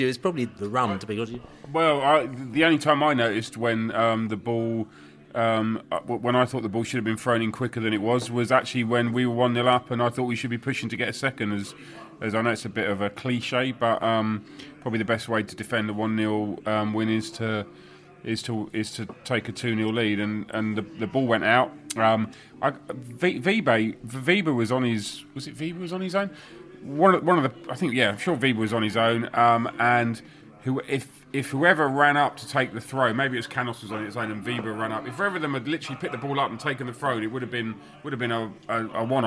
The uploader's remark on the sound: Podcast From The Pub